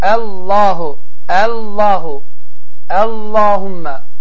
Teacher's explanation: Allahu Əkbar və ya Allahumma sözlərindən birinci əlif hərfini incə oxumalıyıq